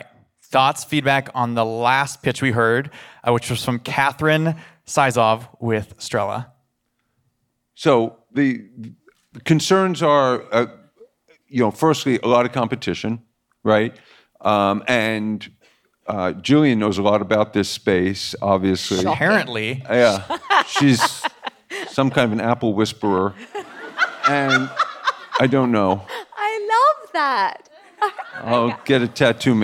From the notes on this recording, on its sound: The Pitch is live from The Wharton School at the University of Philadelphia. A packed house for a live pitch competition.